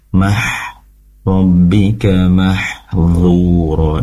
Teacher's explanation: Sedikit yang ingin kami koreksi ketika membaca huruf ha, mah, pastikan mengalir dari atau keluarnya dari tenggorokan bagian tengah dan keluar nafas atau udaranya bersih atau jernih